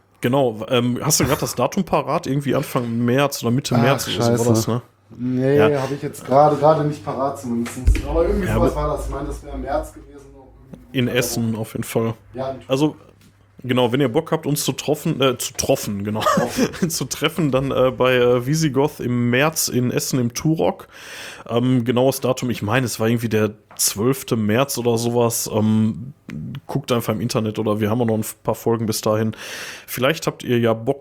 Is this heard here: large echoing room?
no